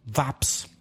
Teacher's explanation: he changed the W to a V sound